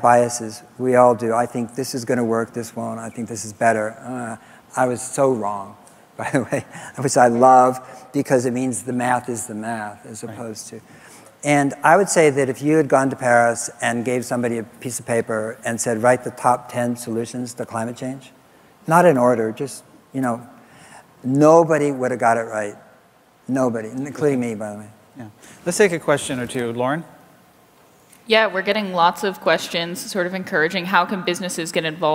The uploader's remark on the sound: Live interviews from GreenBiz events.